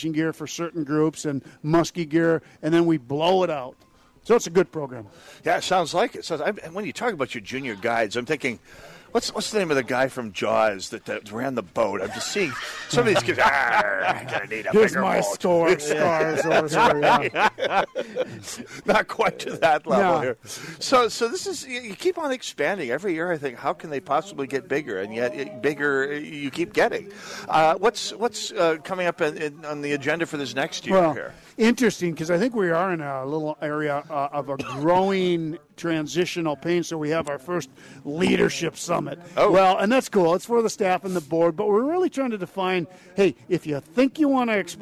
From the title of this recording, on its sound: Holes For Heroes Live at Medicine Lake